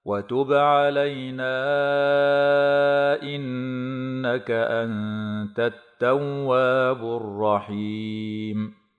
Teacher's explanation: علينا إنك مد منفصل وفيه لحفص أربع أو خمس حركات، وتغن النون المشددة بمقدار حركتين